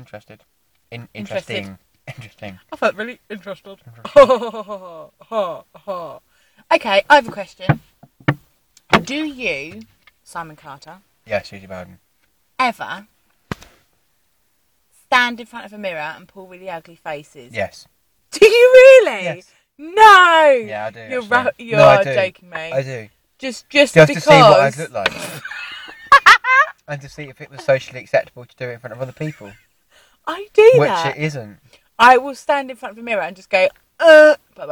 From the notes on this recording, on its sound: In my car.